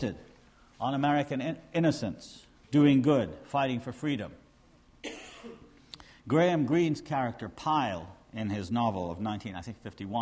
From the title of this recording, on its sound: conference at York University, Toronto (1993)